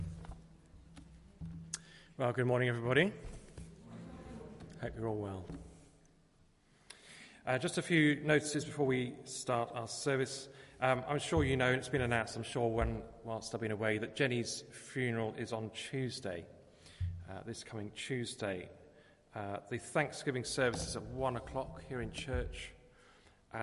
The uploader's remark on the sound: Christ Church, Bayston Hill (UK)